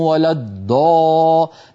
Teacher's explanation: مهما ضغط على طرف لسانه لن ينطق إلا دالا مفخمة، وليس هذا مخرج الضاد. لكن هذا الفاعل وجد هذا الصوت أيسر عليه لما عجز عن نطق الضاد الفصيحة.